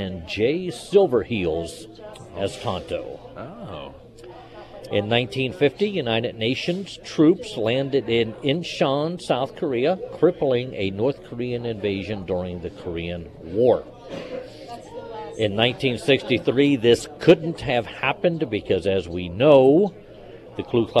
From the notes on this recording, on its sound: live at Scramblers Diner.